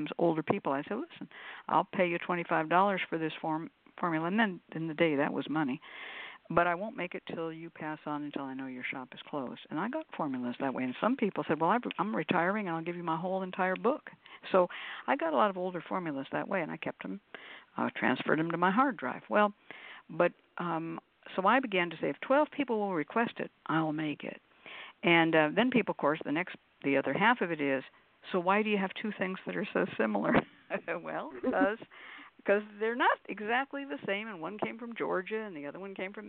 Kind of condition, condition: link, phone line